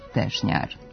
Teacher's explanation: izgovara se sa kratkouzlaznim akcentom na prvom i dužinom na sljedećem slogu